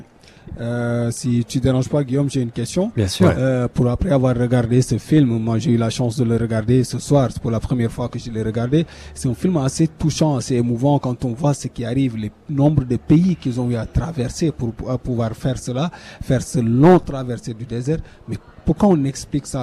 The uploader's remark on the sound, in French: En direct depuis la soirée de clôture du Caribbean Tales Film Festival, 20 Septembre 2018